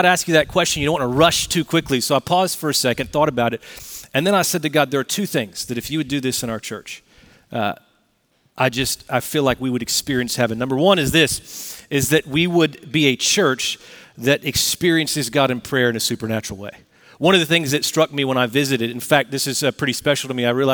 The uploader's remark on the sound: Recorded Live at Brookwood Church on 11.05.2023